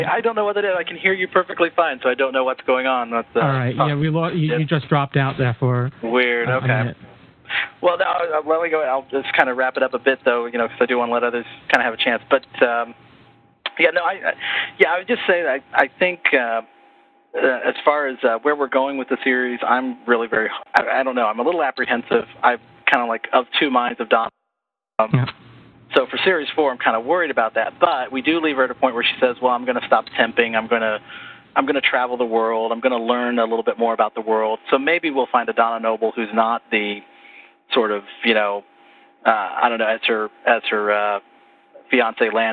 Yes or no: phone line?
yes